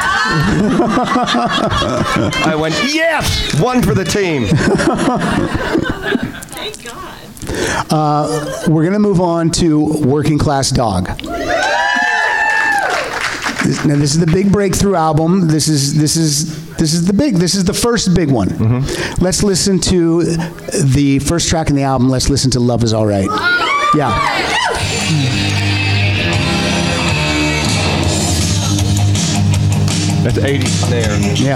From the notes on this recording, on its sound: Rock Solid LIVE at SF Sketchfest. Recorded LIVE on Saturday January 20, 2018 at Cobb's Comedy Club.